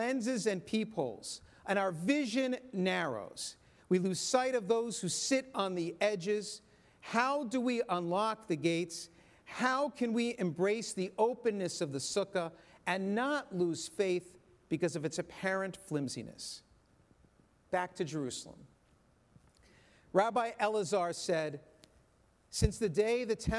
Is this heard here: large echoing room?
yes